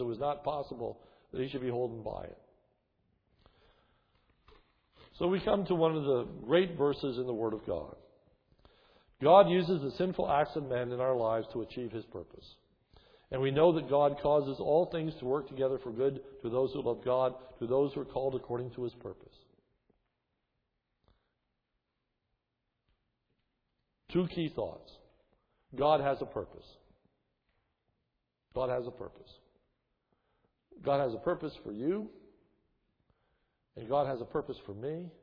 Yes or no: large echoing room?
yes